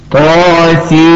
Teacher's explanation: فإدغام النون الساكنة في الميم لابد فيه من التشديد والغنة، ولهذا سمي مثقلا. · Term: المد الحرفي المثقل